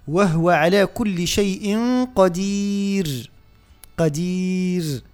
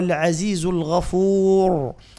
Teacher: يقع قلب اللسان، يعني نقعر اللسان شيئا ما باش يقع تفخيم حرف الراء · Shown in: second take